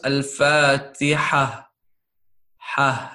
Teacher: when you stop on the ta marbuta, it becomes a ha, right? So the way it's generally pronounced is al-fatiha, ha, like that, okay?